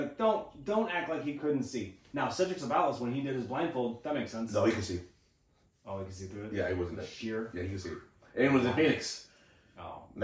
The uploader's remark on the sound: Technical Difficulties. Didn't record the audio on the interface.